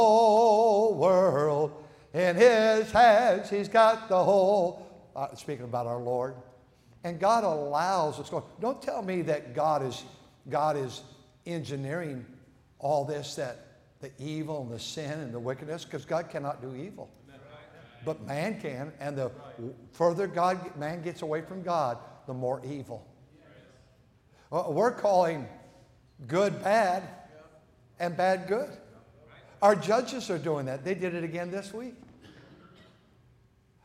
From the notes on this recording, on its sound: at North Valley Baptist Church in Santa Clara, California, during the Sunday Morning service on January 14, 2024.